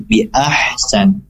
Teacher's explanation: Jika ingin waqaf di situ maka ahsan, berhentinya di lafaz ahsan, kemudian nunnya tidak perlu dibaca kalau memang ingin berhenti. Jadi bi ahsan.